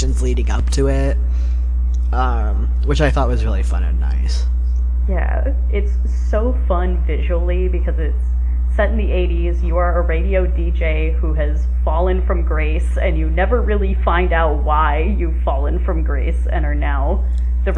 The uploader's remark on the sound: Apologies for any audio issues! We had some hiccups this time but hopefully it's not too bad!